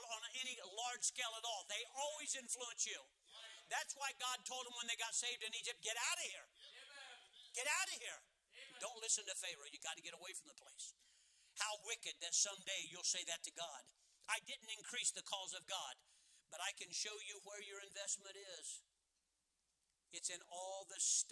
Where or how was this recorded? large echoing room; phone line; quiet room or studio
large echoing room